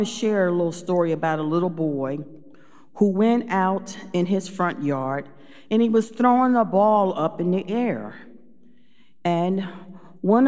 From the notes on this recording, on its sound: Recorded live at Beatitudes Church in Phoenix, AZ